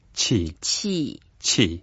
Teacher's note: when we say 气, we have to go down, it's the fourth tone. Otherwise, if we say the first tone, 气, that means number seven.